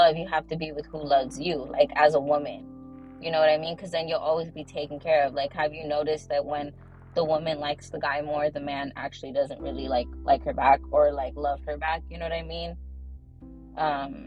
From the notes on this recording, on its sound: In the Car EPISODE!!!!